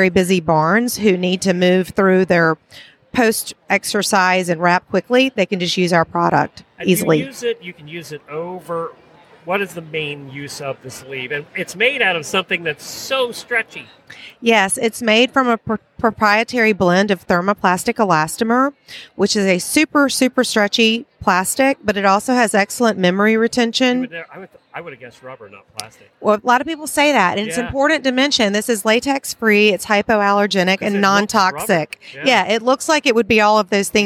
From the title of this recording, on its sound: Live from Day 2 at Equine Affaire, Ohio